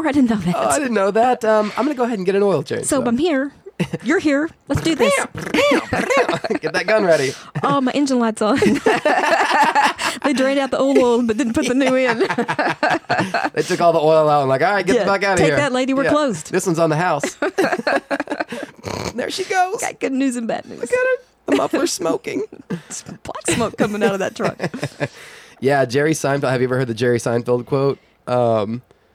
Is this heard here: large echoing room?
no